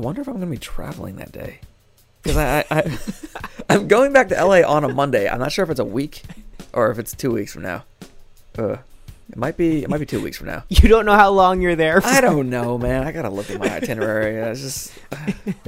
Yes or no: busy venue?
no